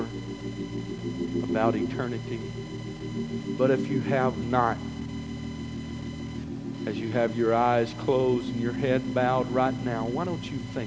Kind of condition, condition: setting, large echoing room